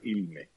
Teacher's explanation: en vez de decir el infinitivo irme, él dice ilme, con L. Esta característica que a muchos suena como a cubano o puertorriqueño existe en Andalucía oriental